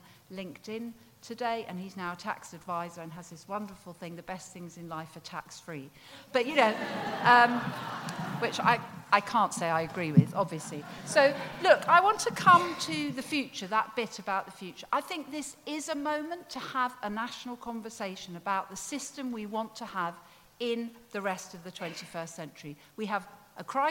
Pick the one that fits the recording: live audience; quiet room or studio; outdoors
live audience